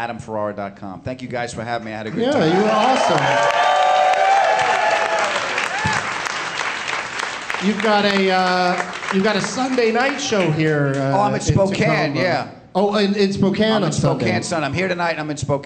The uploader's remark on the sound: Live from the Tacoma Comedy Club in Tacoma